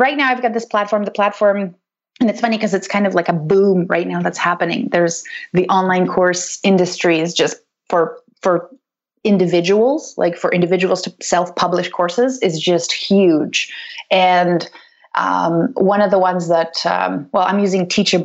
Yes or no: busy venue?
no